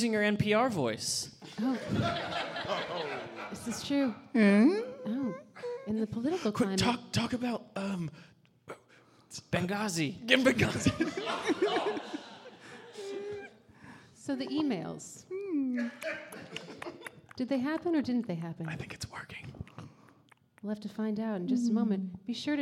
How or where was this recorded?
live audience